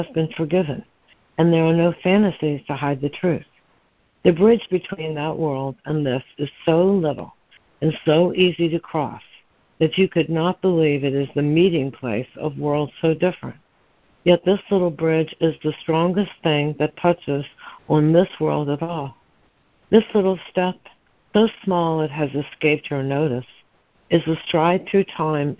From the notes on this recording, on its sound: ACIM Daily Conference Call